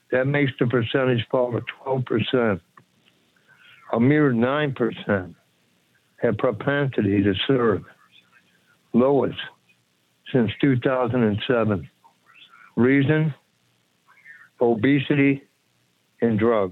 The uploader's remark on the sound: we take your calls in open phones across America